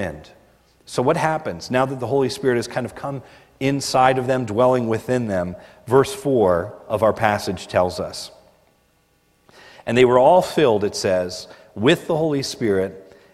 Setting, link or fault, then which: setting, large echoing room